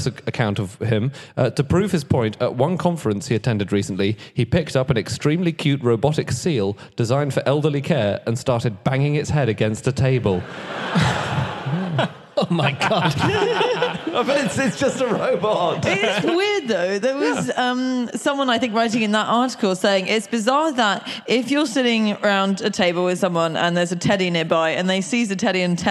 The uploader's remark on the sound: Live from Birmingham.